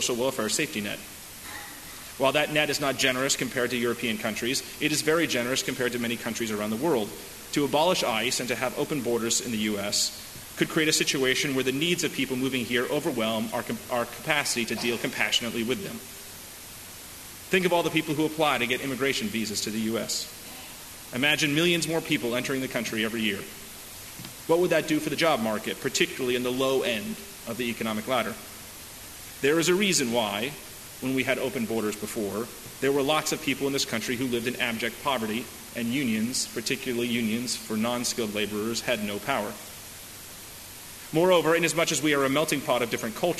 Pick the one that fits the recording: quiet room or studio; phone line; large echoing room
large echoing room